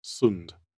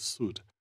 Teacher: Partitsky derives the word from the Scandinavian word for straits, sund. The und ending is not characteristic of Slavic phonology, so the N sound was gradually dropped.